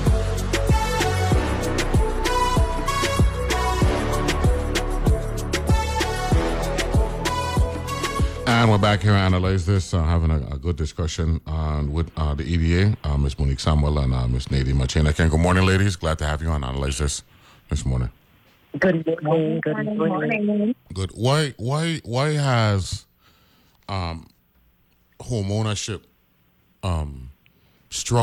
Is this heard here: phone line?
yes